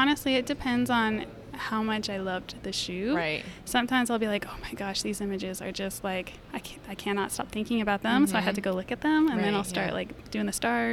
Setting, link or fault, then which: setting, busy venue